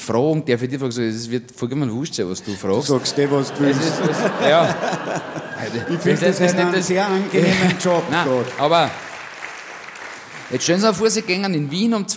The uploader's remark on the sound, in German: Auf dem roten Stuhl LIVE SHOW (Teil II)